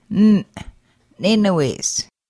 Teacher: Glottal N pronounced as an abruptly ended N